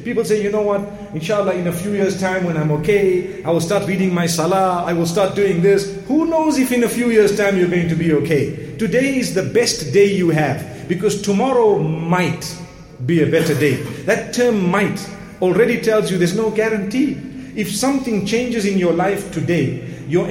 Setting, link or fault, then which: setting, large echoing room